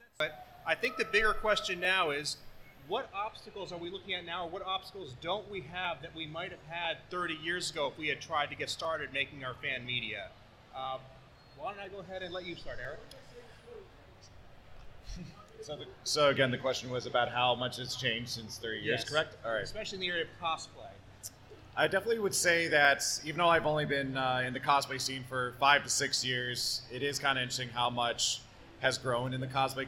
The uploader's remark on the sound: Recorded live at FanExpo Chicago, this episode is a panel dedicated to The History of Fan Media.